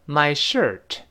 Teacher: shirt 读快了之后，最后那个 t 失去爆破，舌尖顶住，憋住气